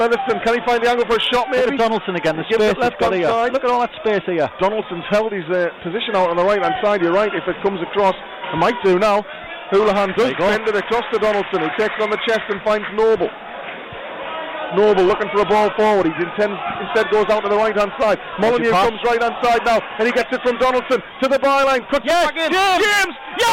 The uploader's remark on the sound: Listen back to how the goals sounded as they went on Pools PlayerHD's live coverage